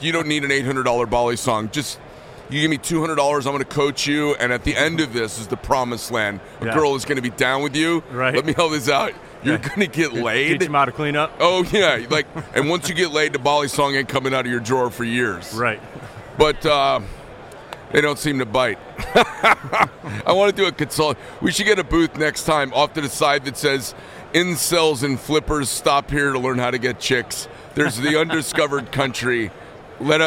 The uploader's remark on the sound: at the 2023 Blade Show in Atlanta